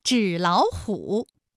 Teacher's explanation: 第一个音节变成二幺，第二个音节变成三五